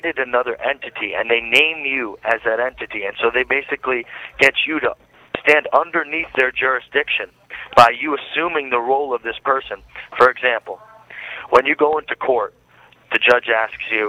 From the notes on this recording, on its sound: live with us again by phone